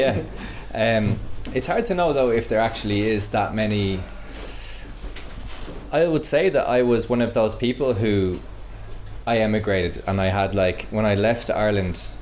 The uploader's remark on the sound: Today’s episode is a live podcast from the Black Sheep pub in Dublin.